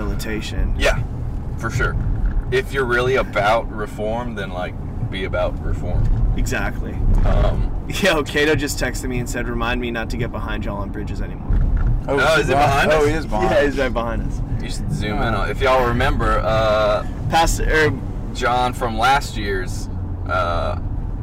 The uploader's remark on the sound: You'll have to excuse the rough audio quality..we were in a car, afterall.